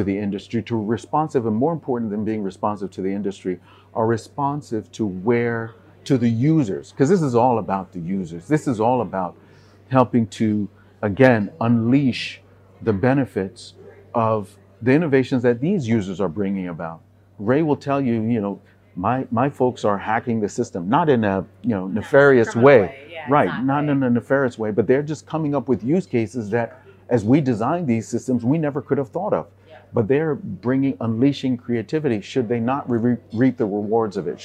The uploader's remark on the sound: This episode was filmed in December 2022, at the Africa Bitcoin Conference held in Accra, Ghana.